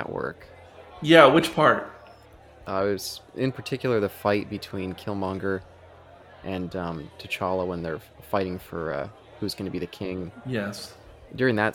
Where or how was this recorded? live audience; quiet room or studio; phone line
live audience